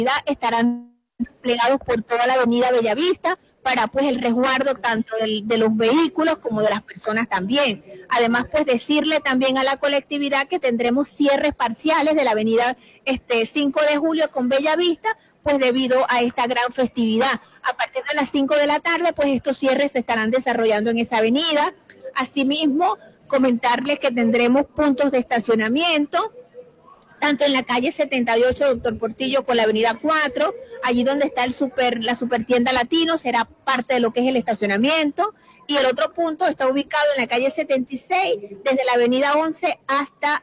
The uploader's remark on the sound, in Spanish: Especial En Vivo desde Expo Zulia 2023. Transmitimos en vivo y directo desde la exposición más grande del occidente venezolano, ExpoZulia 2023, en el hotel del lago.